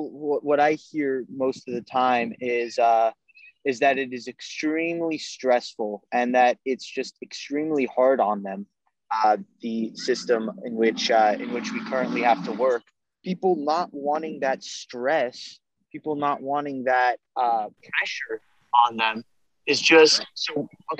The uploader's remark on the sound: This podcast was recorded on Zoom for the safety of the host and guests. Patience from listeners regarding technical difficulties is appreciated.